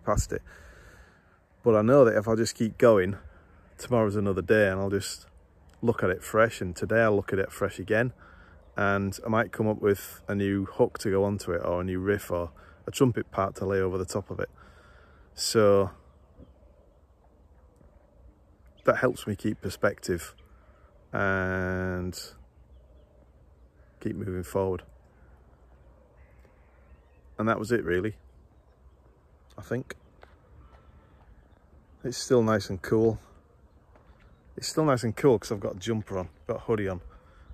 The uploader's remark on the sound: Recorded on 22nd July, outside in nature.